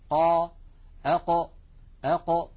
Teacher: هذا الذي أمامنا مخرج القاف أقصى اللسان مع منطقة الحنك اللحمي. لاحظوا المنطقة الزرقاء اللون هي منطقة التصادم من أقصى اللسان مع الحنك اللحمي الذي قد لون باللون الأحمر عند نطق حرف القاف، بينما اللون الأصفر العلوي يشير إلى الحنك العظمي.